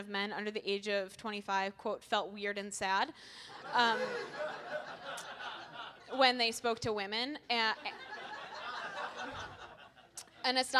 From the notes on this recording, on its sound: Book Club is a comedy variety show. Live sound and recording.